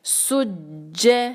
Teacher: جیم پہ شدہ کا کیا مطلب ہے کہ اس میں دو جیم ہیں تو پھر ذرا زور دیتے ہوئے اس کو پڑھیں گے سج آگے جو ہے دال پہ ہے دو فتحہ آگے آ